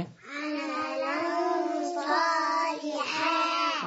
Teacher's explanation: نبينها للاطفال عن طريق رسمه معينه بنقولها الأطفال، بنشيل التنوين صوت النون اللي في الفتحة الثانية بنحط مكانها غن · Term: اخفاء